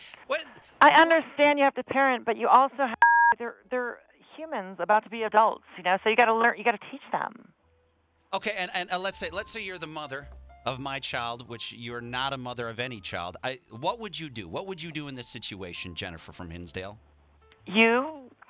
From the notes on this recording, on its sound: Has to call in and give her thoughts on it.